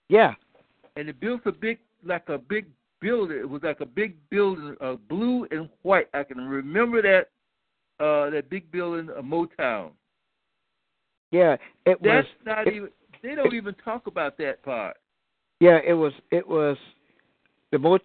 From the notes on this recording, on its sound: your phone calls